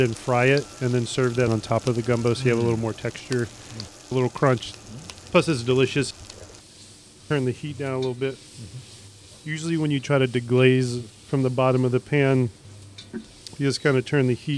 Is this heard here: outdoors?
yes